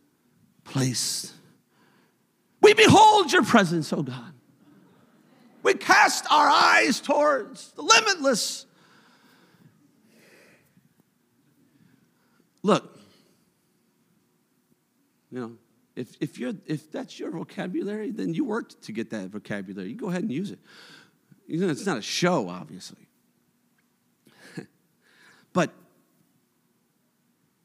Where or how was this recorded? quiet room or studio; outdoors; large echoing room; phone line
large echoing room